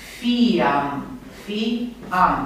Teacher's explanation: E urmat de vocală și totuși fi e lungă. Fi, o. Fi e lungă.